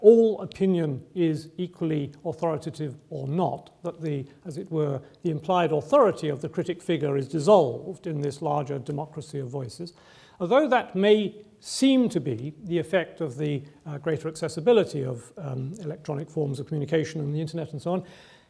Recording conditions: large echoing room